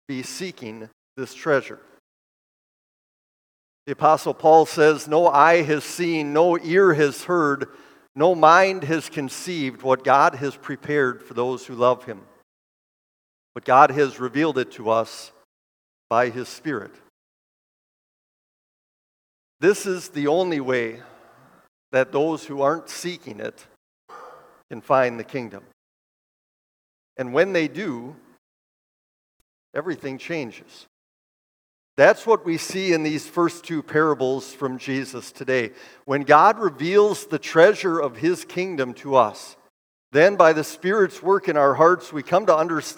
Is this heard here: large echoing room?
yes